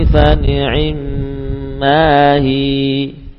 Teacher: kita jadikan hiya-nya sebagai huruf jauf, ya, huruf mad, bukan huruf lidah